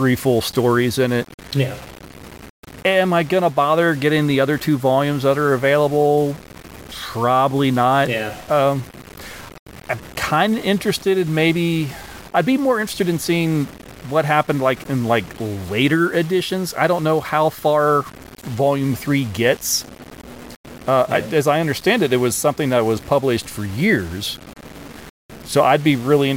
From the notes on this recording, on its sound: There was an error in editing and there are some audio issues